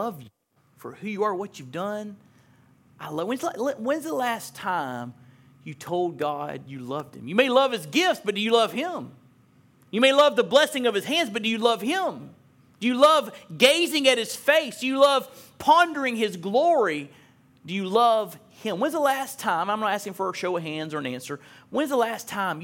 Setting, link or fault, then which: setting, large echoing room